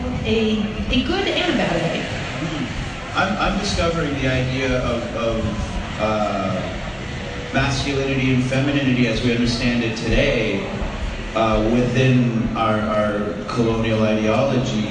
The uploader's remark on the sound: Live from #MascOff. We listened to five influential panelists. I also used Anchor publicly too. I hope you enjoy the live to air vibe.